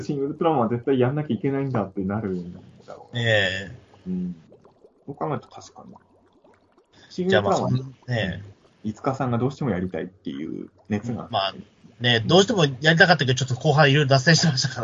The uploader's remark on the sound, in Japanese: 微妙に音声悪いかもですがご了承ください！